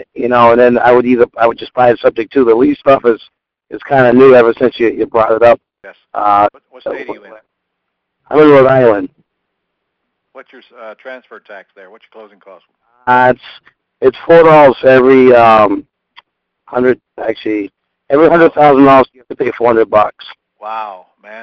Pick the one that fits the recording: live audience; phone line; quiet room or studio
phone line